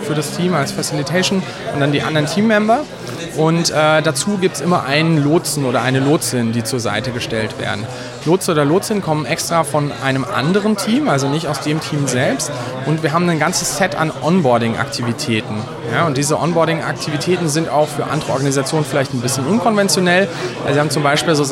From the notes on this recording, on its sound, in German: die auf der Agile-Lean International Conference 2019 in Frankfurt aufgenommen wurde